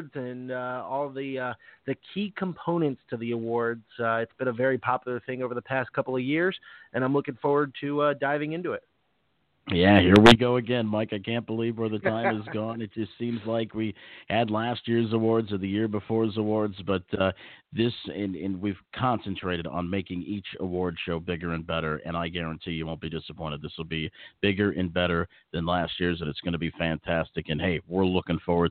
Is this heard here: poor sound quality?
no